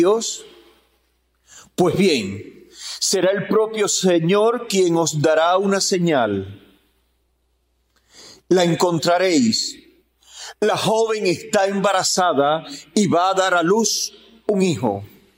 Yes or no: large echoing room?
yes